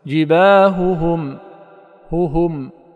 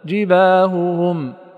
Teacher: الجيم ثم الباء ممدودة بجهر جباء، ثم ينقطع الجهر عند تحقيق ذات الهاء المتحركة · Shown in: first take · وقد مر بنا بارك الله فيكم أن الحرف المتحرك تجتمع فيه كل صفاته من همس وجهر واستعلاء أو استفال وإطباق أو انفتاح أو غيرها، ولكن في زمن أقل، ثم يقلع منه إلى الحركة.